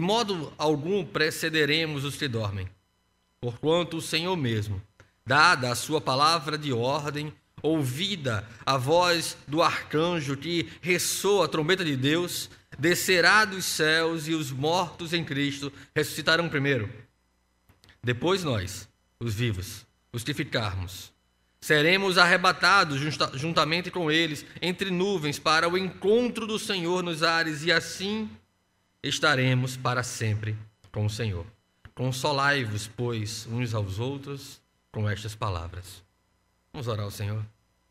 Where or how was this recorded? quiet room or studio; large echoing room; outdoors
large echoing room